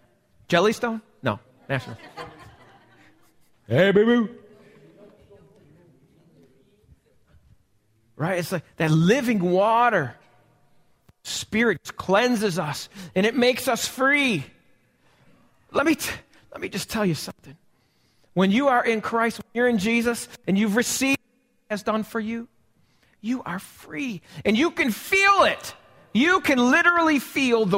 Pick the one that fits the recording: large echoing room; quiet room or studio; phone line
large echoing room